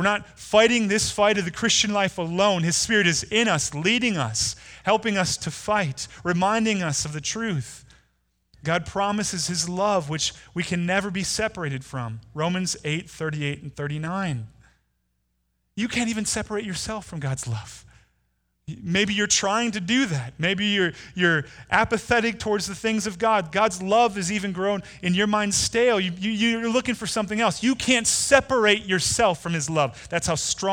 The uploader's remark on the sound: Delivered on Sunday, December 1, 2019 at Woodridge Community Church (New Berlin, WI).